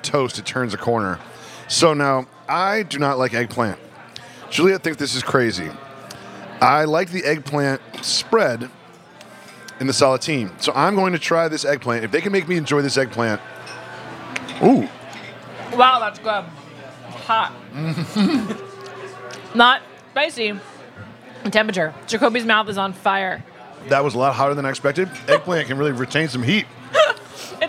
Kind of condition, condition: setting, busy venue